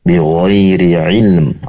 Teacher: pastikan ain berasal dari tenggorokan bagian tengah